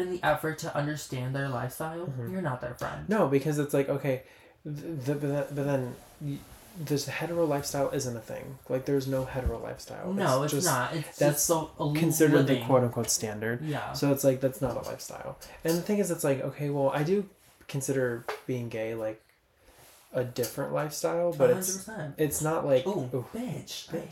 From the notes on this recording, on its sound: Dont mind that it sounds like we are recording in a well. New location who dis??